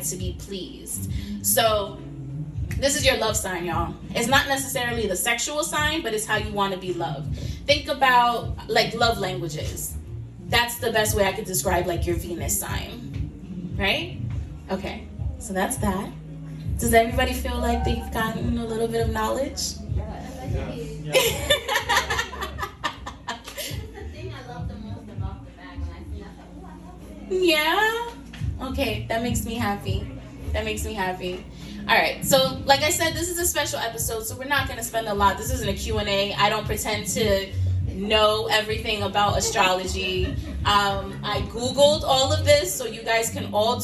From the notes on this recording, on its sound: a sneak peak into my first in person live event on this past Sunday, May 2nd!